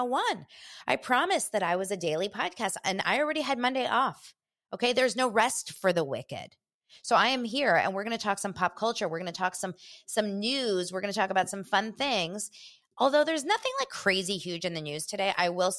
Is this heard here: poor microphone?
no